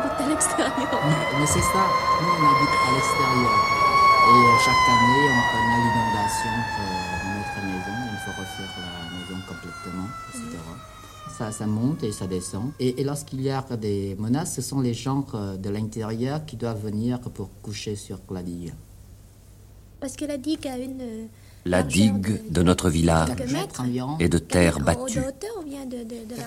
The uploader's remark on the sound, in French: Réalisé à partir de cinquante heures d'enregistrement sur le terrain. Sans commentaire, les sons enregistrés offrent un témoignage de la guerre.